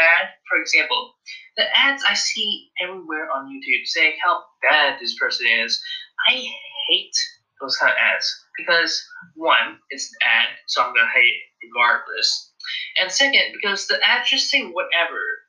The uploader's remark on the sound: the audio is horrible